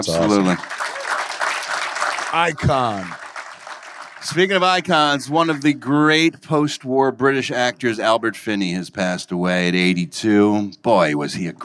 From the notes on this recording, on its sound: Recorded LIVE at Levity Live in Oxnard, CA